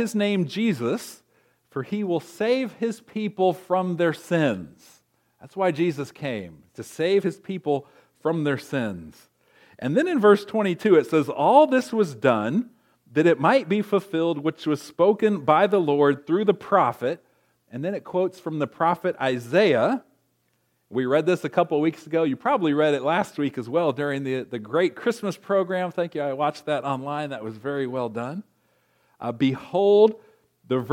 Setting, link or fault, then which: setting, large echoing room